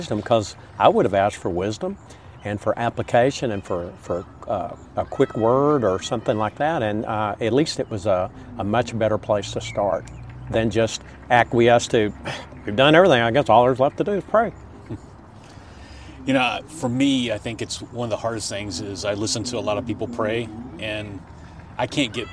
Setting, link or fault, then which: setting, outdoors